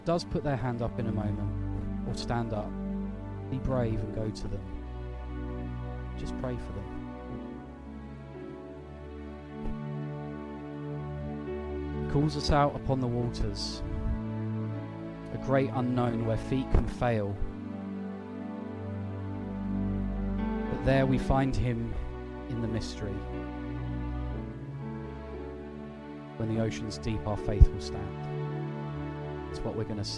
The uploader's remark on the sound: at Pembury Baptist Church on 13th August 2023.